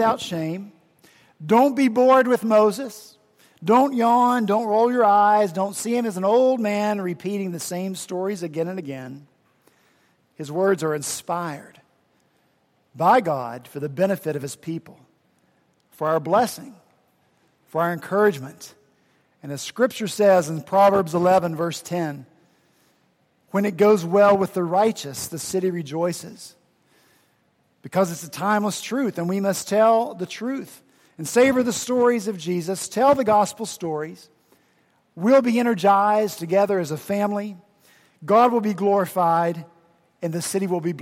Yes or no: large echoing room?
yes